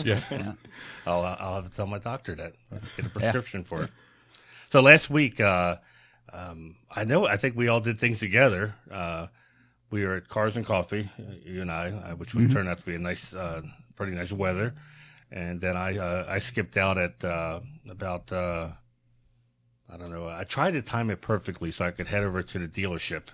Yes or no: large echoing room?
no